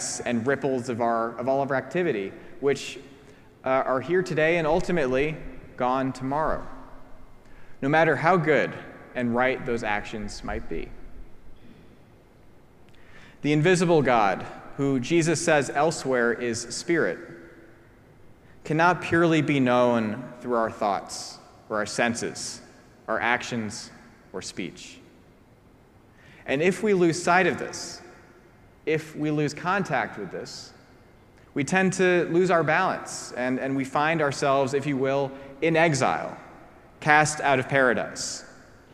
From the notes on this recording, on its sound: preached at our celebration of the Holy Eucharist on the Sixth Sunday after Pentecost.